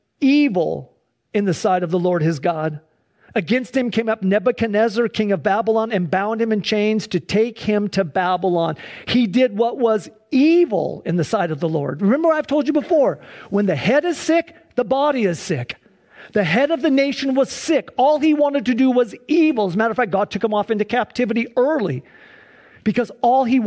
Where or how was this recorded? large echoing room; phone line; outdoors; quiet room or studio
large echoing room